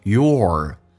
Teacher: 美式发音，嘴巴凸出来收圆，重度卷舌